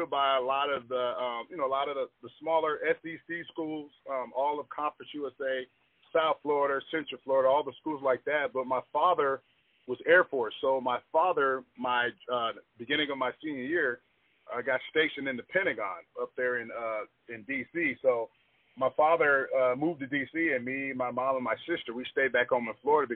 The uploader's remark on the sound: The conversation was done over the phone so the audio quality is not the best.